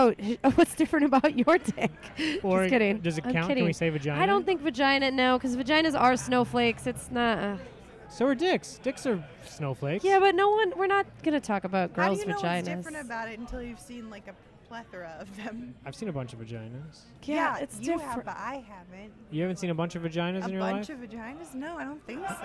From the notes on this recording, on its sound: Recorded Mondays at The World Famous Comedy Store.